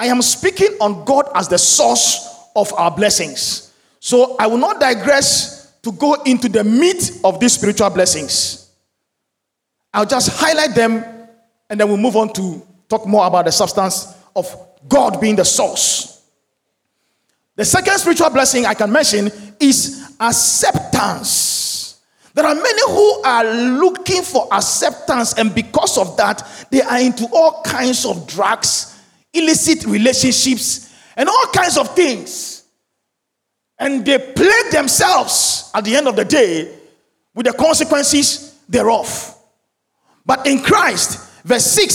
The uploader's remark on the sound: Sermon preached at CBC Shiashie Campus